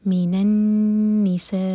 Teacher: نون بشدہ تو نون پر غنہ کیا جائے گا، نون کو ہول کریں گے. سا چار حرکت لمبا.